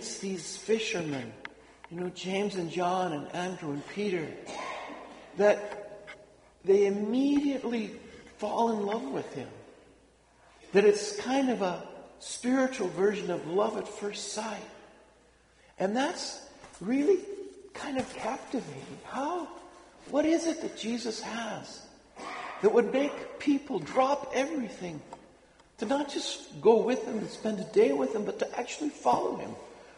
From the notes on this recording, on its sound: Homily delivered at Sacred Heart Church, Othello, WA. (Apologies again for the raspy voice!).